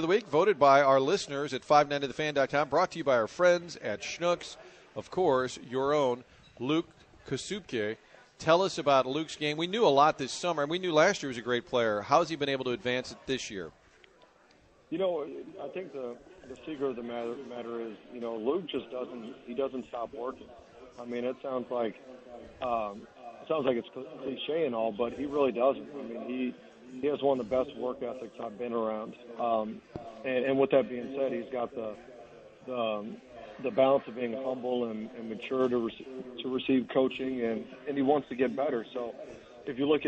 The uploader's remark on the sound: broadcasting live from Kingside in Clayton